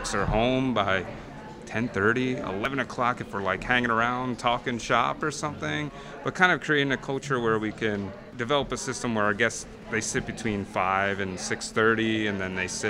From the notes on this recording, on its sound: We were honored to host Corner Table Talk LIVE at the 2023 James Beard Awards in Chicago.